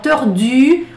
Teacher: Olha que legal, tordu, o somzinho de U, que é o I com boca de U